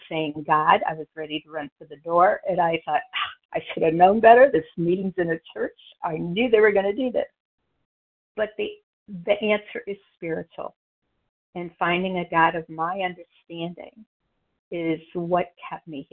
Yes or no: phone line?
yes